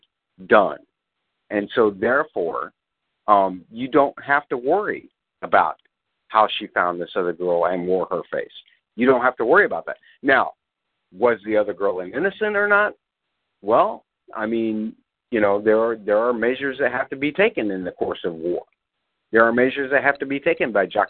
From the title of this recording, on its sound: Fan Call